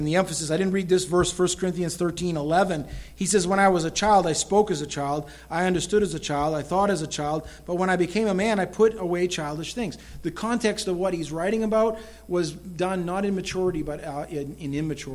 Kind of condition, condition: setting, large echoing room